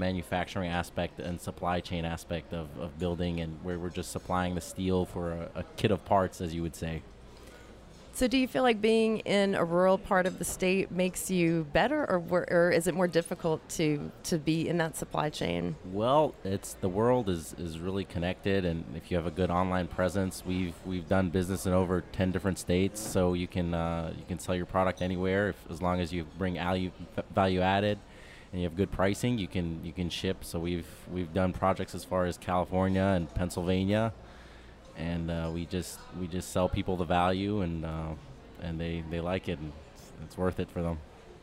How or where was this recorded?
busy venue